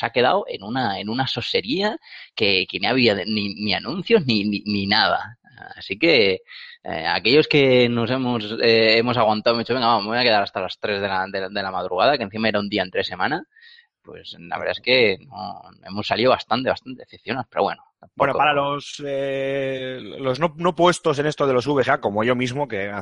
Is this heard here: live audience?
no